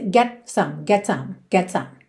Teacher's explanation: É bem rapidinho essa troca, então também não dá tempo de você fazer um T marcadinho, mas você também não pode comer o T